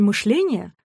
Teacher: в слове «мышление» ударение перешло с корня на суффикс